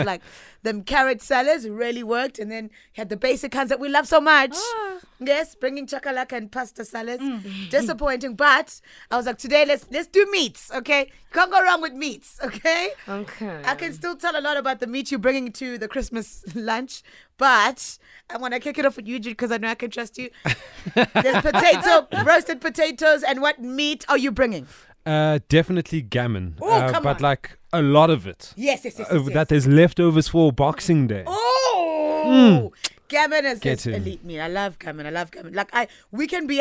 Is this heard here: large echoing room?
no